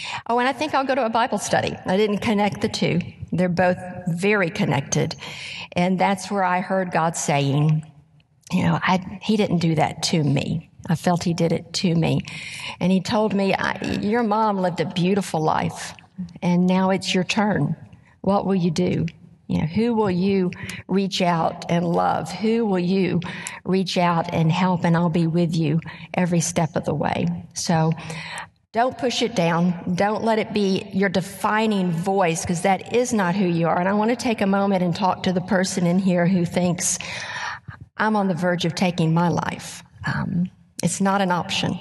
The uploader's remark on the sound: A recording of our live event